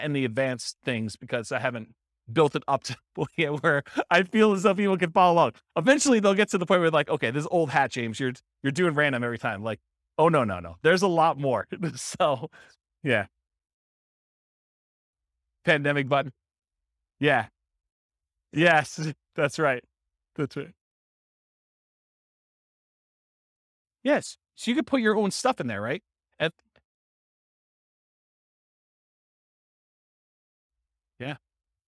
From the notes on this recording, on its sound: This was a live class recorded